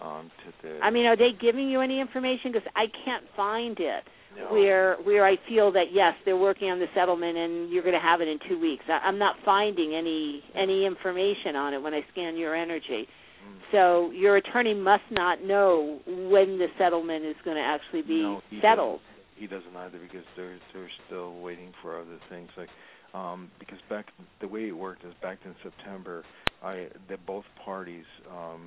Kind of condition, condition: link, phone line